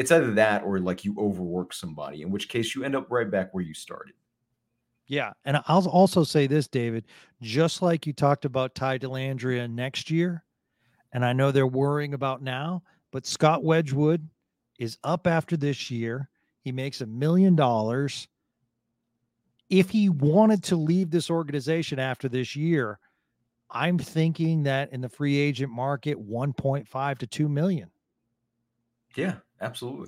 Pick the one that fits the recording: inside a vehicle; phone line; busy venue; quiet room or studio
quiet room or studio